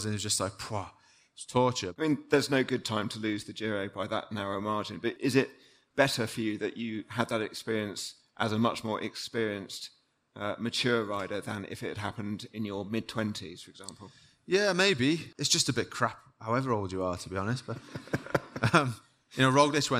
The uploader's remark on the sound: on stage at Rouleur Live 2023